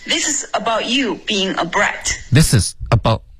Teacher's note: This is 的这个 z 跟 a 的这个连读 z 要稍微放松一点刚刚发的是 This is about z 就特别顿 z about 放松缓缓行 This is about you